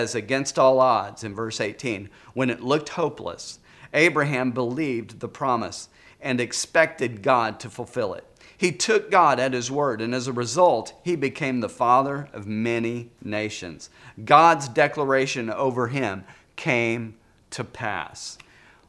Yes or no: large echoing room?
yes